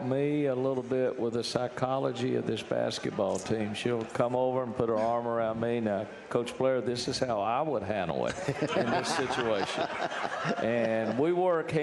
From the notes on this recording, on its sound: live from Rudy's BBQ